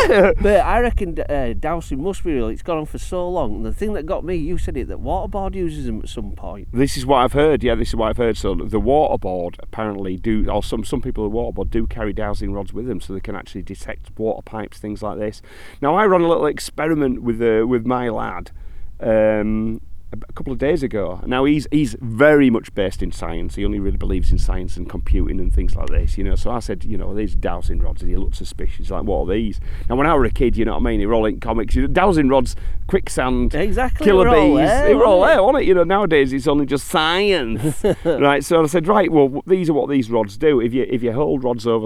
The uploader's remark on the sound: On location on Ilkley Moor, Yorkshire.